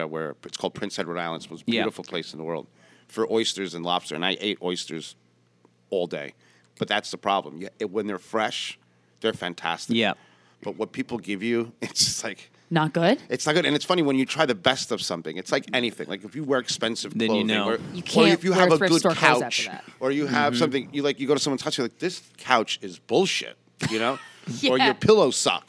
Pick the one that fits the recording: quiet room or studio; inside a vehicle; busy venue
busy venue